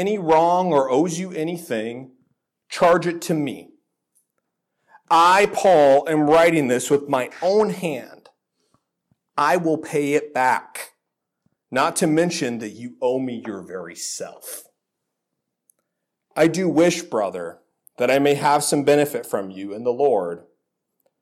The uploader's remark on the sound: This sermon was originally delivered at Faith Reformed Church in Lynden, WA.